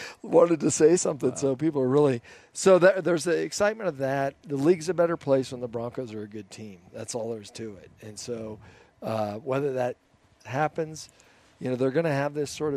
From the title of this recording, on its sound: live from Broncos Training Camp